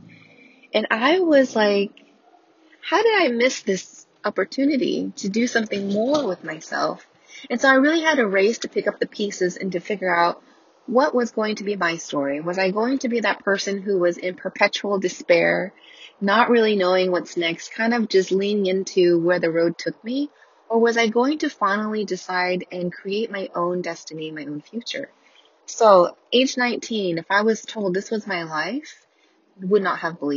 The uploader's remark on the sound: I didn't bother editing anything. Here's the raw recording straight from my car, ambient car noises included!